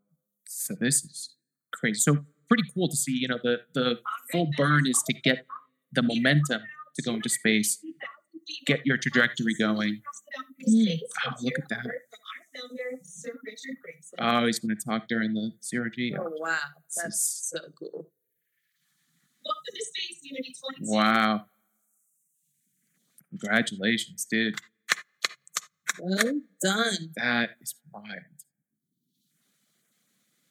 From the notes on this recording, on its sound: Apologies for any sound issues, I introduced a new microphone